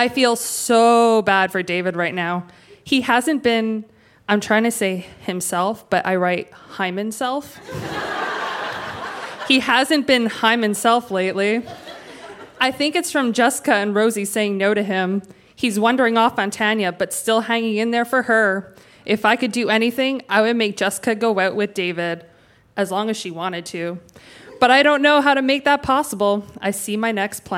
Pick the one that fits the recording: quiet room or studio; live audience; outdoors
live audience